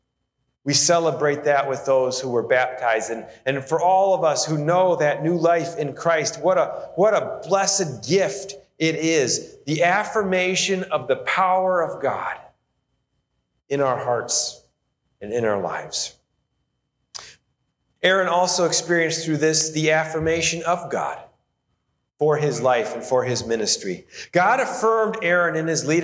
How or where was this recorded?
large echoing room